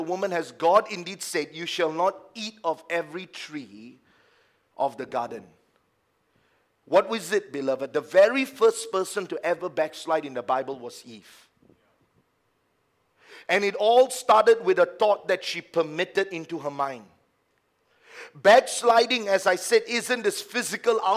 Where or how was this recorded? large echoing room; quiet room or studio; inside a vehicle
large echoing room